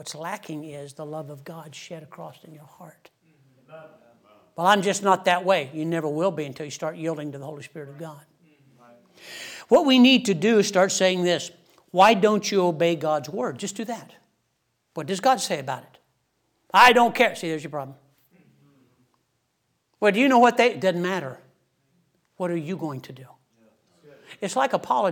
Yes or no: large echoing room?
yes